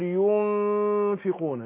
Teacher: النون هتخفى في نفسها وبعدين الفاء هتخرج من بطن الشفة السفلى مع الثانية العليا · Term: الإخفاء